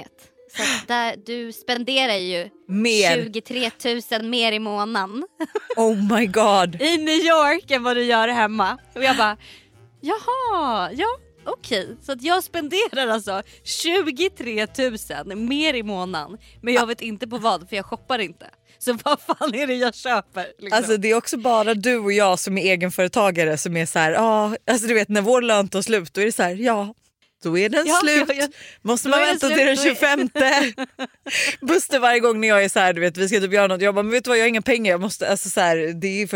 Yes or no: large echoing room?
no